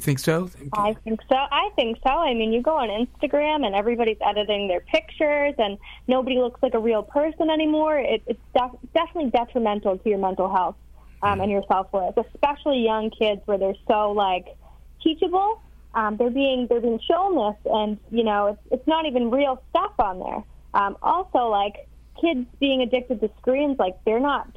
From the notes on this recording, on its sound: a surprise call in from one of the original cast!